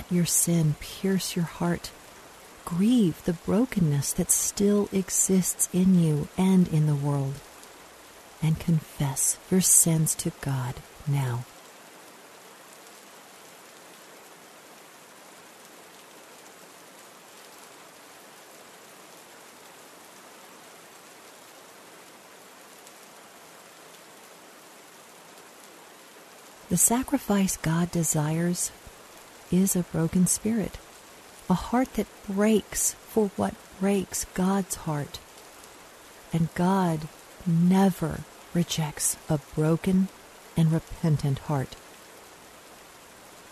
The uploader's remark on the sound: Relax to the sounds of rainfall.